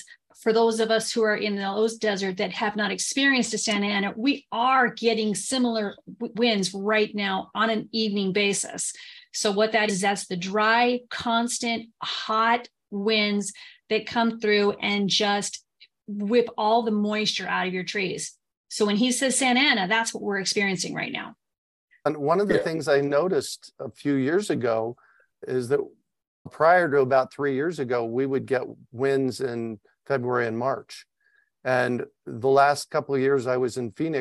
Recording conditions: video call